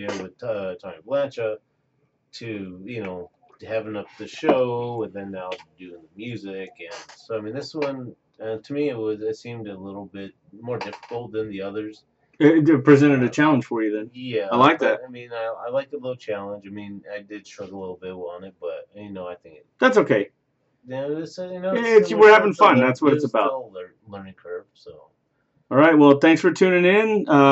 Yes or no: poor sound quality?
yes